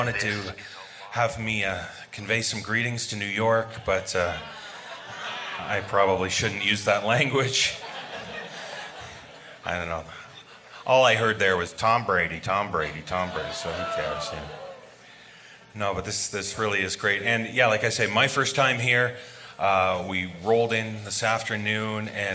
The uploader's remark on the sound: The performance of Sleepless Live at the Highline Ballroom in New York City on March 3, 2017. Sleepless Live in NYC. This special bonus episode features the performance of Sleepless Live at the Highline Ballroom in New York City.